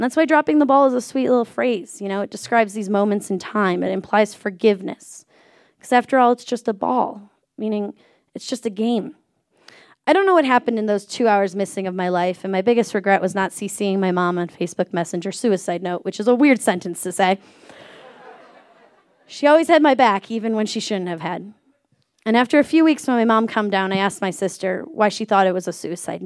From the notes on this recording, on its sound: This story was recorded live on 18 January 2017 at Buntport Theater in Denver, Colorado.